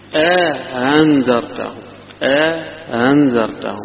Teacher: همزة بعدها مدة بعدها همزة مسهلة